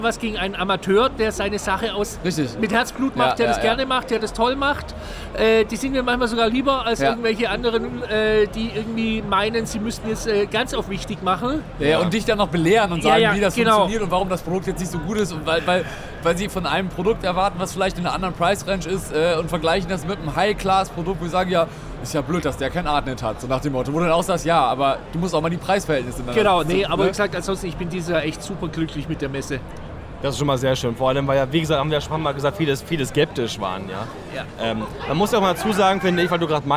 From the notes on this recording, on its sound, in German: Videopodcast mit der stage223 Community live von der Prolight + Sound 2022. Wir haben die stage223 Community während der Prolight + Sound Messe zu einem Podcastinterview am Steinigke Stand eingeladen.